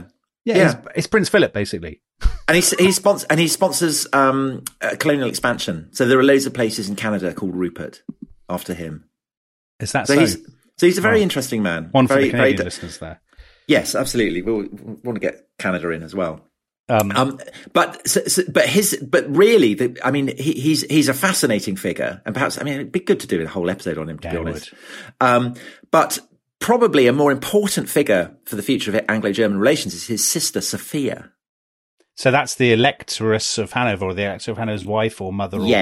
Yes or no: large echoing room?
no